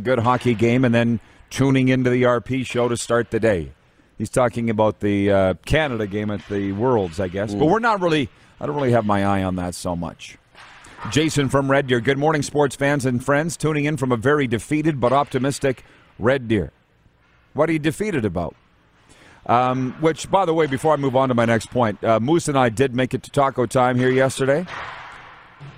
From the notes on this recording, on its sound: We are LIVE from the city of Estevan, Saskatchewan for the 2022 CJHL Centennial Cup Junior Hockey Championship and we have you covered from the Gridiron to the Ice including some LEGENDS joining us on video chat!